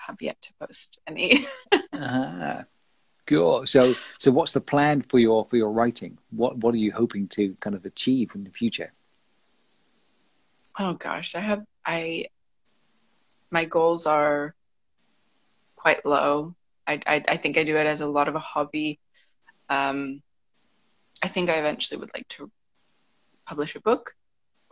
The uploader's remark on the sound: Instagram Live interviews